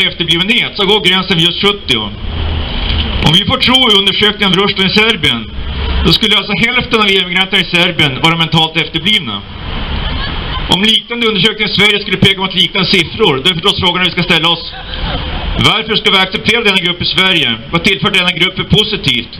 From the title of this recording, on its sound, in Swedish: 3 november 2019 på Raoul Wallenbergs torg